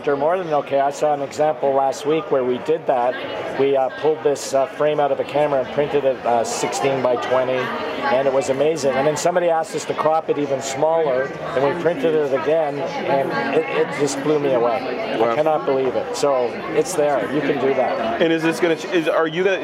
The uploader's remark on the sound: A special episode of TWiP recorded live on the show floor of WPPI in the Panasonic booth.